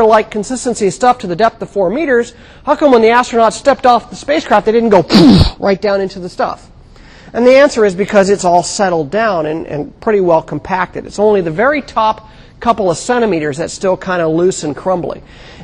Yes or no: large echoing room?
yes